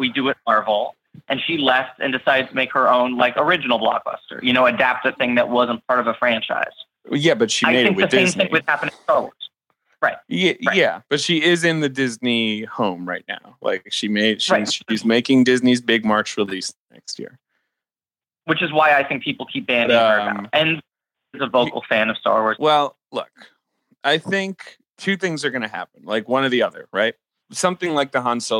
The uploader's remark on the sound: call in remotely